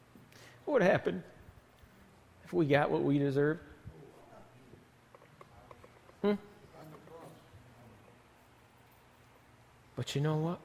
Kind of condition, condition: setting, large echoing room